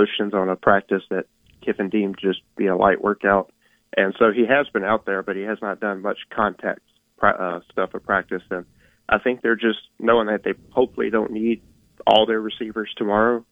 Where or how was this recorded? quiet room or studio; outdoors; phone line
phone line